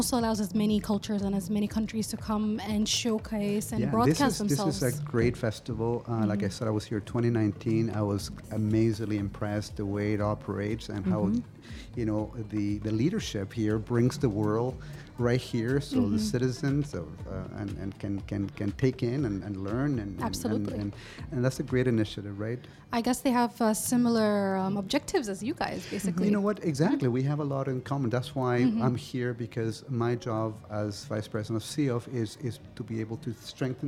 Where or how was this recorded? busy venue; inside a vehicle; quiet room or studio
busy venue